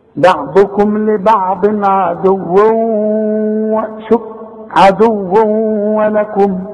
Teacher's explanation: ضمتين وبعدها واو، طب الواو دي بقى من حروف الايه الادغام، عند النطق كأن الواو بتاعت ولكم دي مشددة